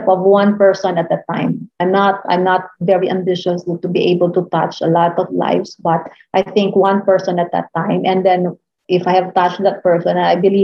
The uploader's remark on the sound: Zoom call